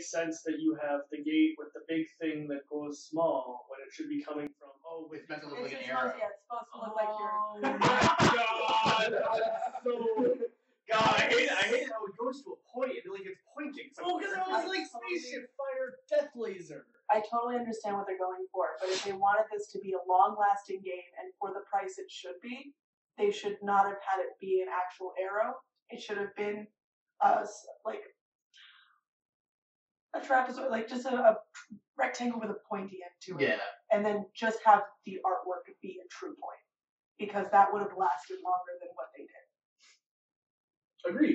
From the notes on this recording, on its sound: Sorry in advance for some of the audio quality, we were dealing with a very pesky echo.